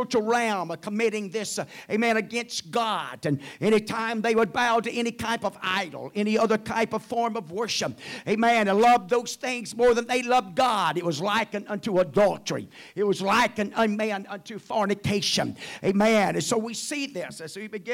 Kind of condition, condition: setting, large echoing room